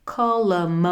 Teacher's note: Není to kolem, jak česky, ale je to O do A.